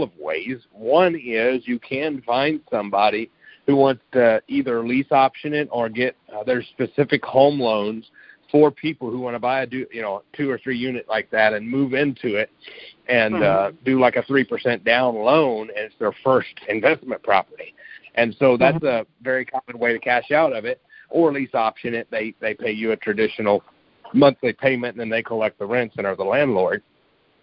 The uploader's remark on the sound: Gold Club Q&A Call